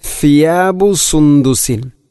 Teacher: അപ്പോൾ ഫിയാബു സുന്ദുസിൻ, ഫ ഉച്ചരിക്കുമ്പോൾ നാവിൻ്റെ അറ്റം മുൻപല്ലുകളുടെ ഇരനിരകൾക്കിടയിലൂടെ അല്പം പുറത്തോട്ട് വരണം